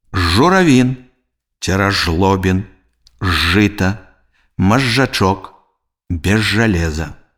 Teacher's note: Звонкі зычны «з» перад зычным «ж» і афрыкаты «дж» вымаўляецца як «ж».